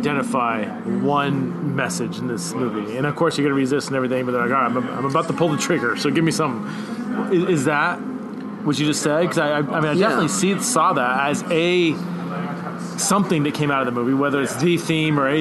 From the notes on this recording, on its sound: went out to a local pub